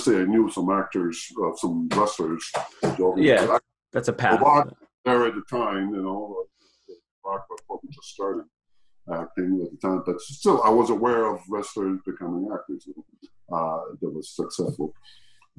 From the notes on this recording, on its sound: Recorded via Zoom.